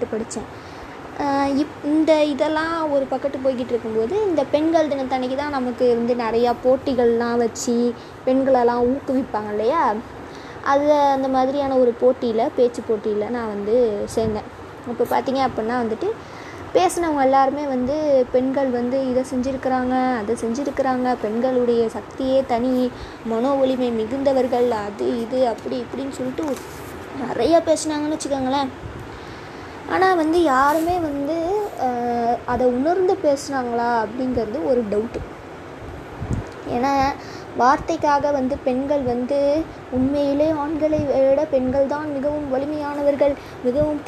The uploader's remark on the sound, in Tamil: background noise konjam athigma irukum poruthukonga